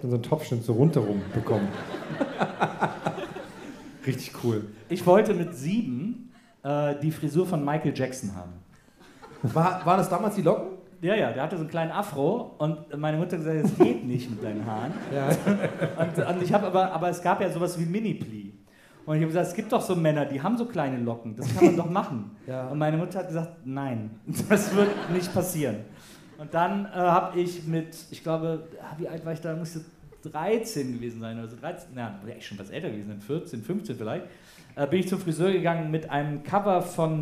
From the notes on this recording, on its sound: (Live). Bevor es in eine kurze Goldener-Herbst-Pause geht, gibt es noch mal diesen Audiobesuch in Hamburg. Live in Hamburg.